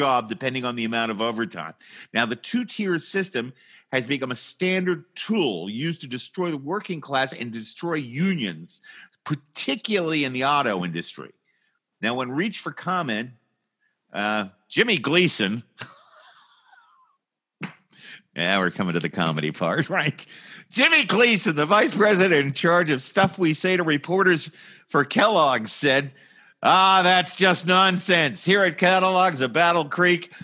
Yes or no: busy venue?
no